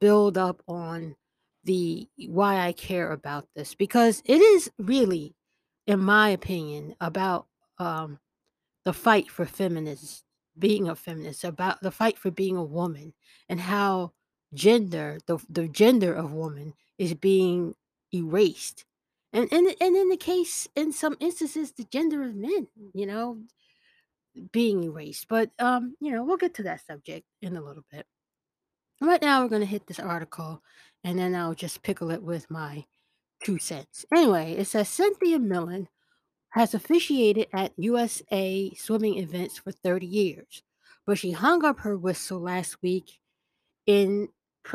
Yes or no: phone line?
no